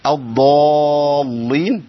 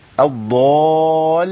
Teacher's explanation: ضاد مفخمة بعدها ألف مفخمة تابعة للضاد، اللام بعد كده جات مرققة · Shown in: second take